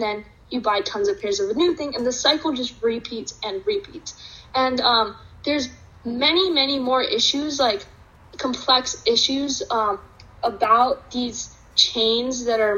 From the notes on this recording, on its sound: We recorded this episode via Zoom. Sorry for the audio quality!